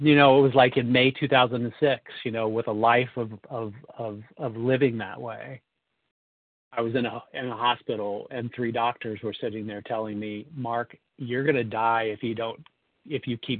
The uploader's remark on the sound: 100 Pounders Phone Meeting, 11/21/23